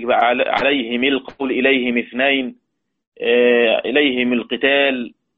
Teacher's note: لكن أبو عمرو قرأ بالميم مثل الهاء، إذا كانت الهاء مكسورة الميم مثلها